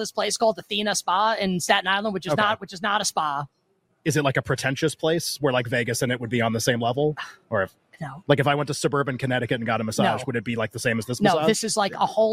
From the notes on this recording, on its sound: LIVE FROM VEGAS. LIVE FROM LAS VEGAS at Mandalay Bay!